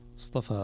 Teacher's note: الصاد والطاء مفخمتان والفاء بمدها رقيقتان